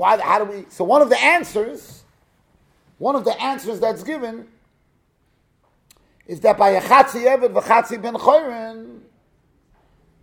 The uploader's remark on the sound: Shiur recorded in Yeshivas Ohr Reuven, Monsey, NY.